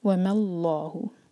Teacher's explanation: میم کو ہیوی نہ ہونے دیں کیونکہ لام جلالہ ہم ہیوی کر رہے ہیں، تو ہو سکتا ہے کہ میم ہیوی ہو جائے، اس کو لائٹ رکھیں.